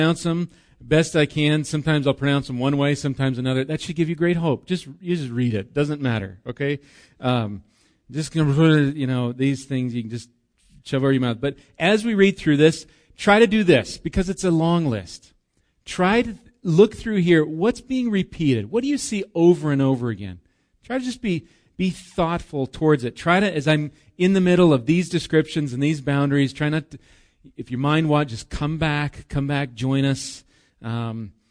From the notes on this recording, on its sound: Recorded live at Bethany Bible Church on 8/11/19